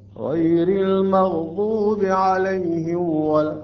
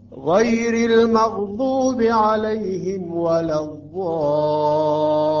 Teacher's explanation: ننتقل بسرعة من مخرج الميم الساكنة إلى حرف الواو · Shown in: second take · Term: أشد إظهار